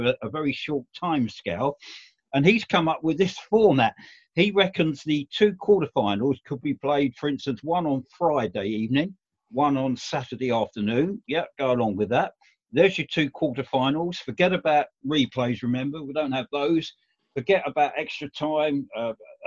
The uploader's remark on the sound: FA Cup Weekend Zoom Show